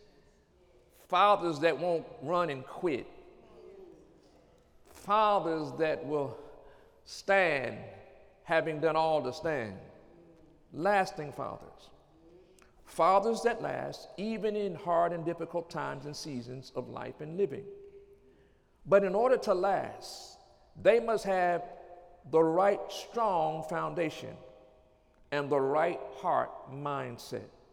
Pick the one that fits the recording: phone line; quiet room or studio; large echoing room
large echoing room